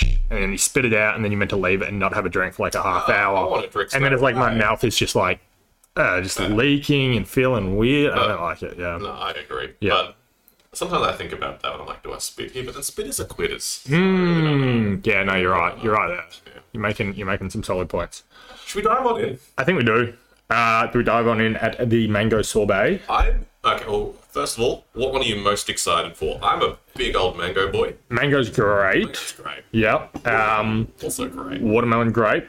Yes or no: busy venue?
no